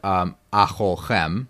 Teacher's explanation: So if you look at the word acholchem, this is a classic example of the phonological phenomenon known as a kamatz katan in Hebrew, which is basically a short O sound